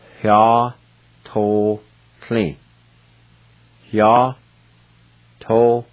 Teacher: And before I pronounce this, let me add, there's an H sound right at the very beginning, right before the Y.